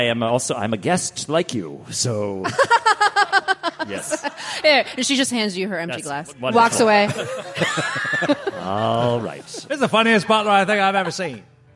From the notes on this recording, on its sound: Live! | The Athenaeum | Indianapolis. The Glass Cannon Network took over the Athenaeum Theatre in Indianapolis during Gen Con 2023 for a wild night of 1920s Lovecraftian horror!